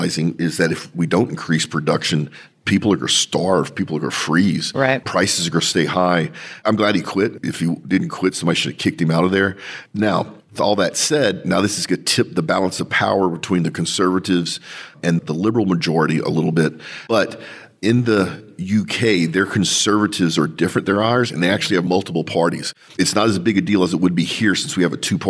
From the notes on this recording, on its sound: record live from the Innio Waukesha Sales Meeting